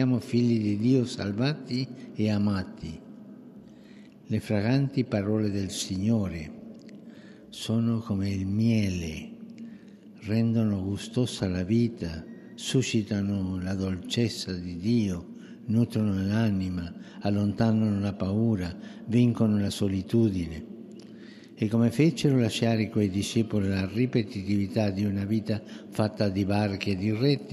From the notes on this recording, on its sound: FROM SAINT PETER'S BASILICA, HOLY MASS